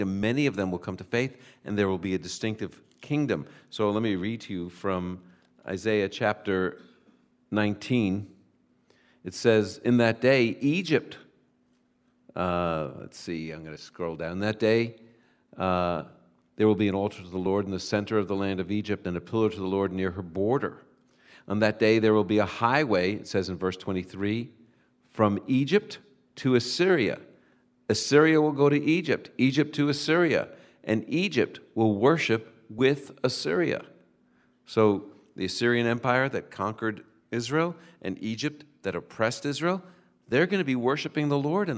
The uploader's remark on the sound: Moody's 2019 Israel Tour Bible Q &. Recorded in Jerusalem with a live audience.